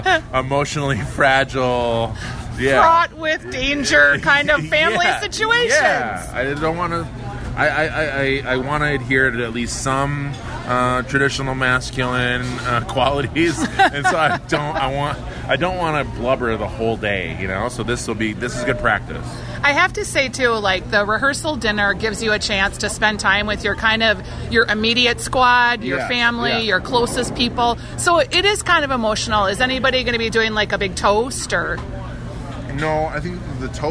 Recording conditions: busy venue